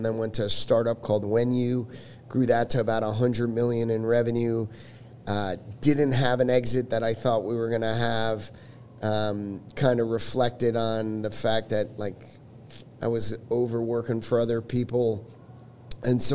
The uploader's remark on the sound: The episode was recorded at Capital Factory's Fed Supernova in August of 2023. The episode was recorded at Capital Factory's Fed Supernova in August of 2023.